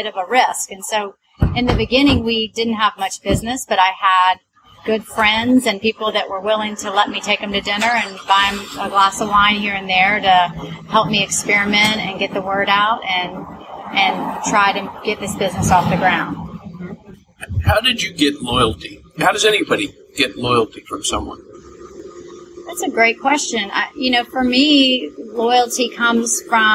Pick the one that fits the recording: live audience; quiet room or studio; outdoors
outdoors